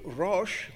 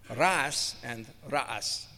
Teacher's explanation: It doesn't have the sh, it has a s sound for the cognates in Arabic. · Shown in: second take